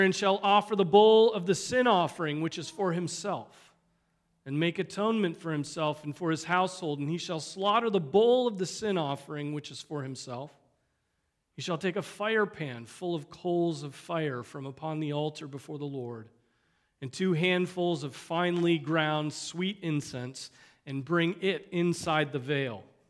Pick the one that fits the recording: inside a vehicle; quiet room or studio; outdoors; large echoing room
large echoing room